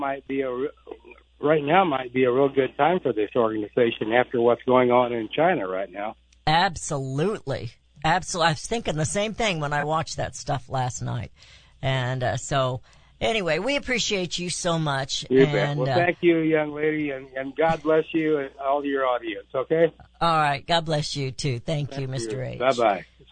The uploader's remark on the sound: takes congratulatory phone calls from listeners across the country